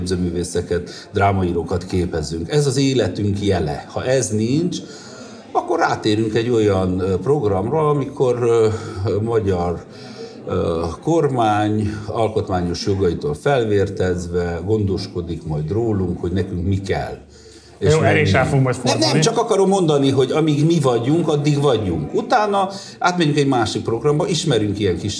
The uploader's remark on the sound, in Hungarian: egy marosvásárhelyi kávézóban rögzített adásában